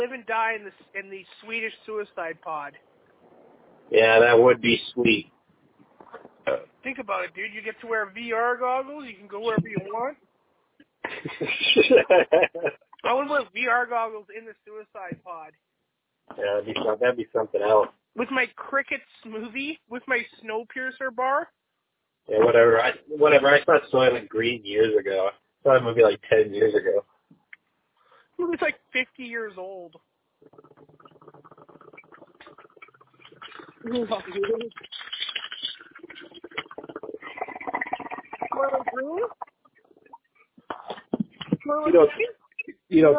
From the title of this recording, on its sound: PodcastJones Over Da Phone